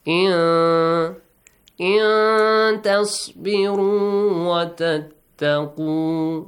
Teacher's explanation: Produce the sound of noon from your nose. · Term: hiding